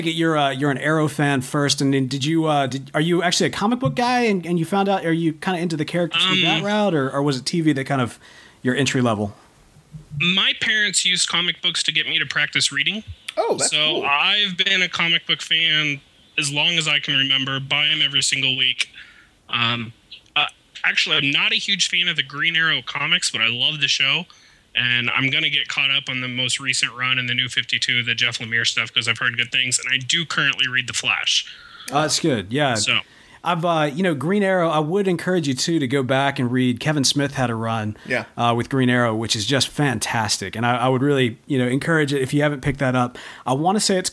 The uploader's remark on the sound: Listener Call In Show. We turn the mics over the Flash Fans who have been tuning in every weekend to get hyped for The Flash!